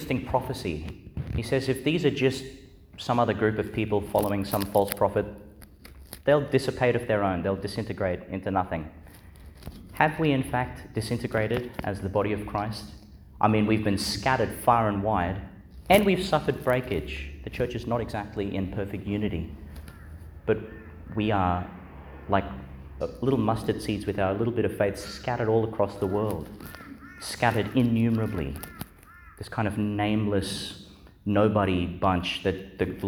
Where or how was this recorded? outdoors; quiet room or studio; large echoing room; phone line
large echoing room